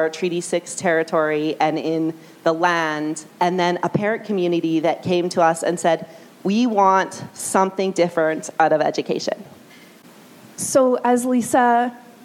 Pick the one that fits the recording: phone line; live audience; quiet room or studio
live audience